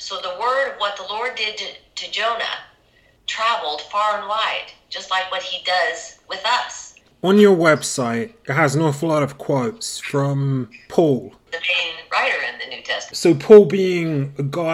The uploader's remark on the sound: Just down the road from where I live here in Kansas. With covid restrictions still in effect. She agreed to a Skype interview. Sounds from Pixabay.